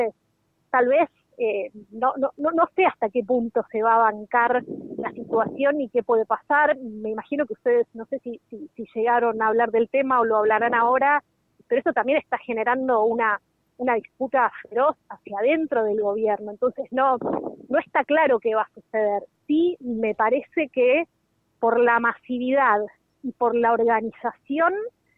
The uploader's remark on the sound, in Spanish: En vivo desde Guernica.